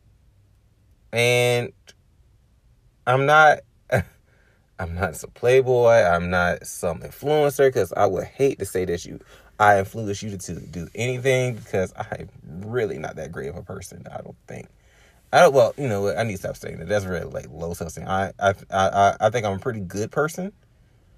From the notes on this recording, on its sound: Chilling in the car and having random thoughts about the upcoming year.